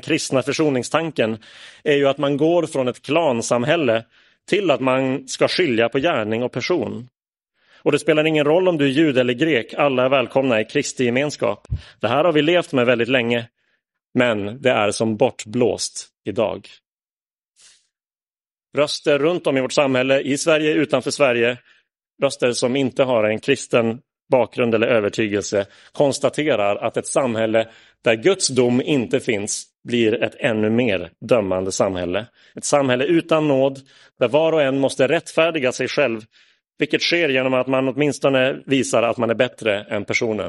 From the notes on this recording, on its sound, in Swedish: Inspelad i Roseniuskyrkan den 10 juli 2022.